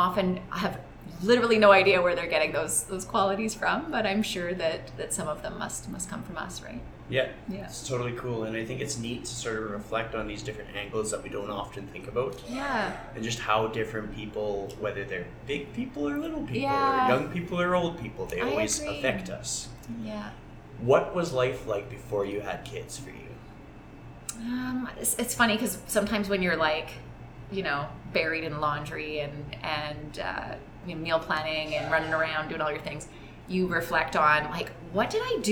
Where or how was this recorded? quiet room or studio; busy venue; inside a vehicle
busy venue